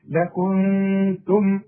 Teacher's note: لكنتم نون بعدها التاء والتاء من حروف الإخفاء